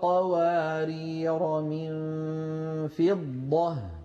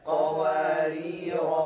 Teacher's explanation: لاحظنا كيف ألف قوارير لما وصلنا حذفناها ولما وقفنا أثبتناها، يعني نطقناها